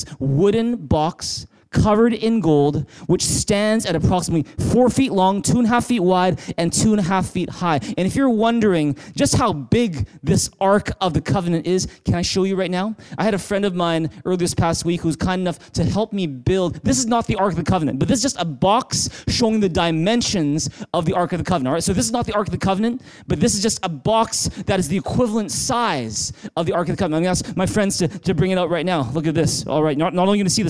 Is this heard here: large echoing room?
yes